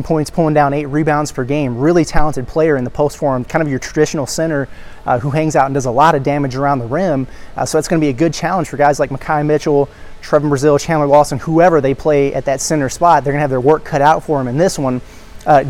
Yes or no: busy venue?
yes